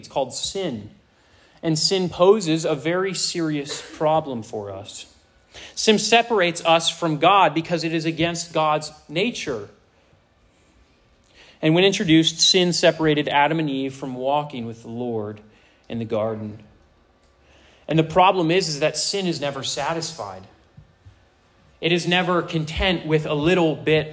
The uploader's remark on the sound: This sermon was preached to a Senior High audience.